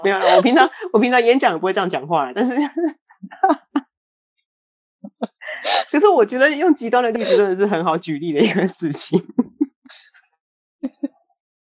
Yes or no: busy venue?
no